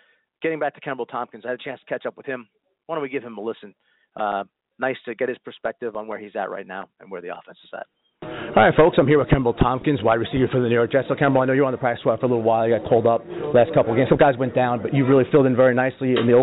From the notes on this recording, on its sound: Live NY Jets Call-in Show Postgame Coverage from MetLife Stadium.